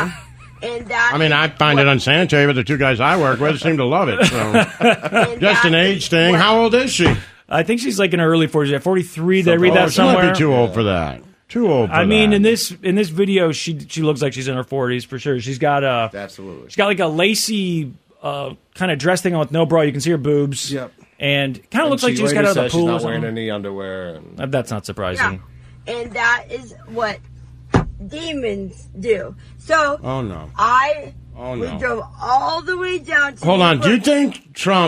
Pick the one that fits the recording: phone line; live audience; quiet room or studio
phone line